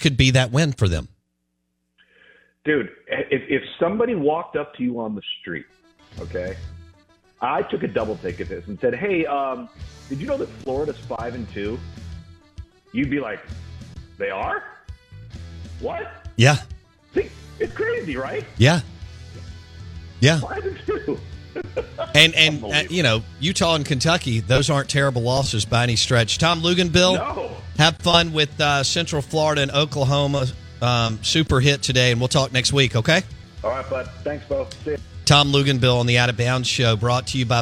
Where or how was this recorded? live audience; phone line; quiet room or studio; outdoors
phone line